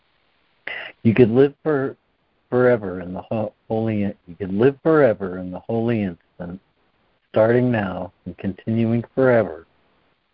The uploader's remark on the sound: ACIM Daily Conference Call.